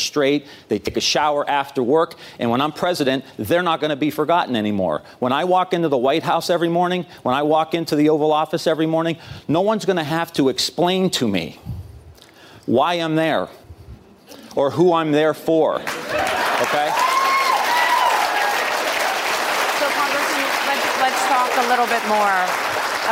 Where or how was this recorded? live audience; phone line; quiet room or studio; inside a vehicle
live audience